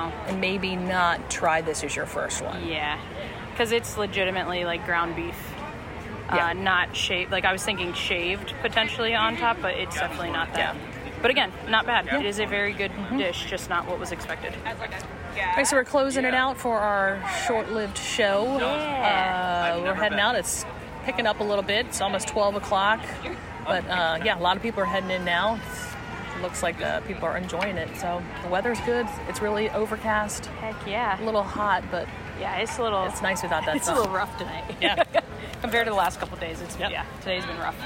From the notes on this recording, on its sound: Quick Live Review: EPCOT International Food & Wine Festival 2023. Take a quick trip around World Showcase and give us live reviews of a few of the global marketplaces.